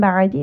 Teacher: نون ساكن is switched with the letter ميم because the letter after is a باء · Term: إقلاب